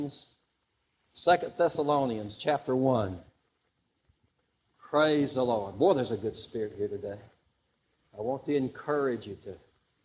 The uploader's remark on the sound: Live Service